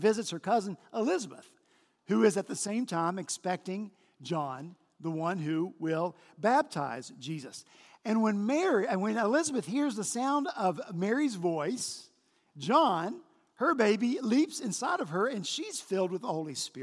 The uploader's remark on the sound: On Palm Sunday last week at Redeemer Presbyterian Church in Charleston, SC.